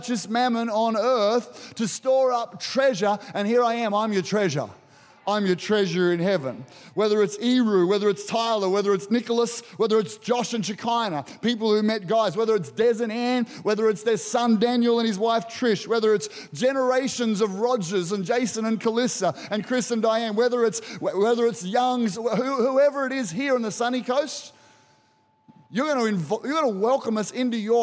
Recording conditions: large echoing room